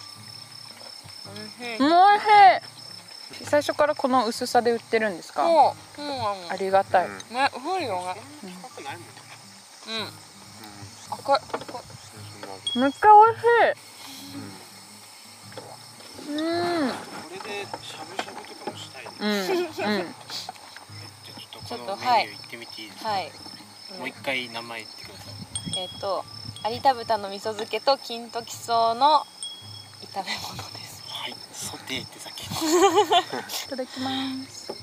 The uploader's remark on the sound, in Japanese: Made in ARITA でデイキャンプ！〜当日編〜